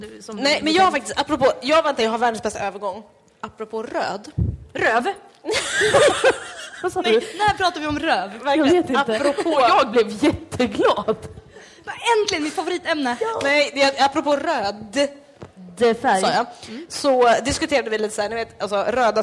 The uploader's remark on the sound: LIVEPOD från Stockholm Pride. Denna gång LIVE under Stockholm Pride.